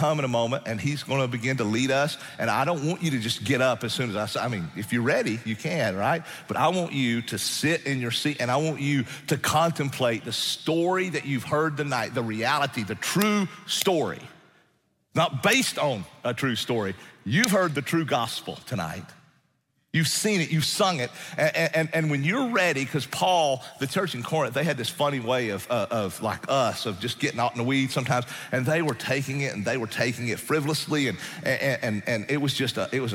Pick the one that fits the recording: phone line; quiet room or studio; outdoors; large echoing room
large echoing room